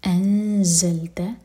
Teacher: زا کے لیے اخفا، تو نون کی آواز کو چھپائیں گے اور دو سیکنڈس کا ٹائم دیں گے اور زا کے لیے زبان تیار کریں گے، زا بزنگ ساؤنڈ کے ساتھ.